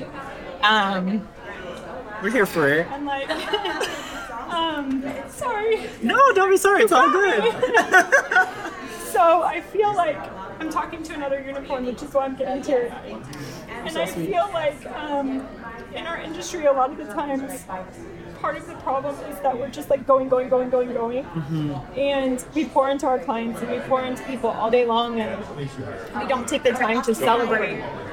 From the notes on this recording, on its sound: Live From Strategies TBX23. This "Live From..." bonus episode was edited and mixed by Audio Z.